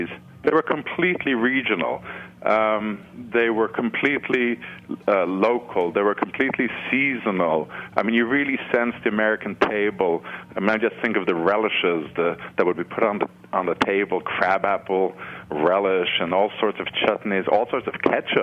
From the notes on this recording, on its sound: joined via phone